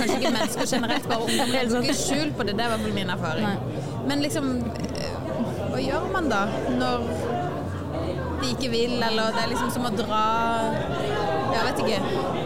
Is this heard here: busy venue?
yes